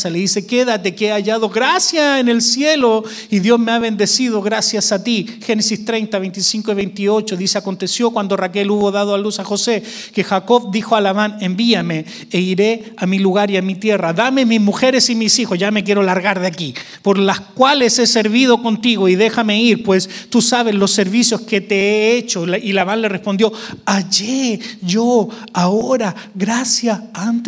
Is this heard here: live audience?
yes